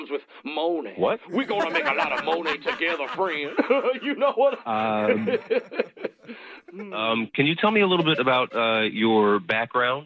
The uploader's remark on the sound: Phone Tap: Paternity Leave Roulette.